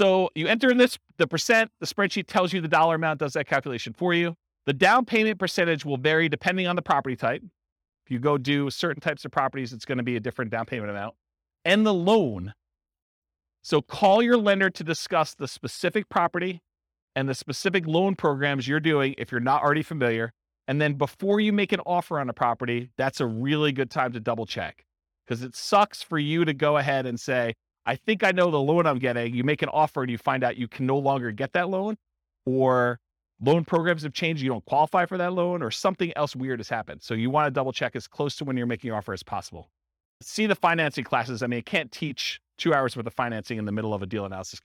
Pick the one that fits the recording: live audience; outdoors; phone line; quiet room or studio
live audience